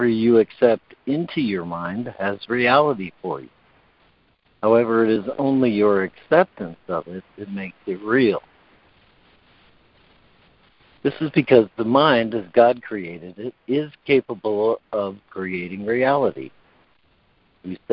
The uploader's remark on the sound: ACIM Daily Conference Call